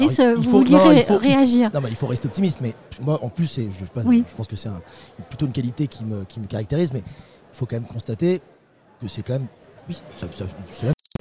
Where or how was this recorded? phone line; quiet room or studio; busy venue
busy venue